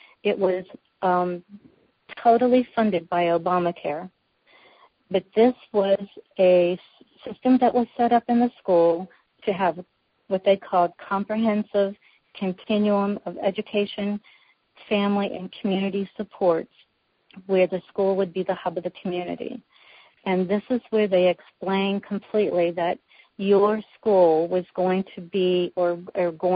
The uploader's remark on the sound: Women On The Wall Conference Call